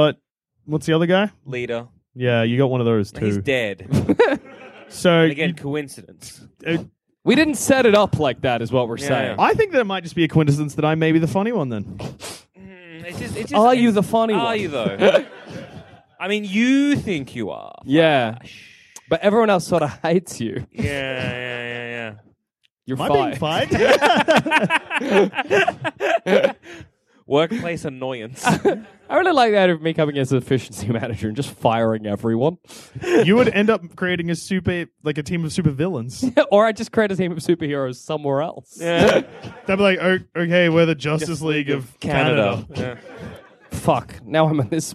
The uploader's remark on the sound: Part of our 2017 UK Tour. Recorded at the Banshee Labyrinth in Edinburgh.